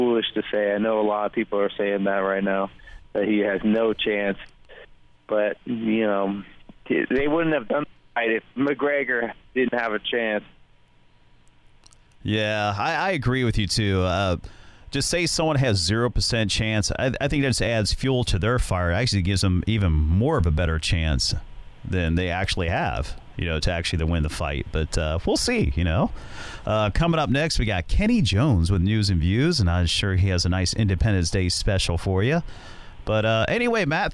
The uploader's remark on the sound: phones in from the City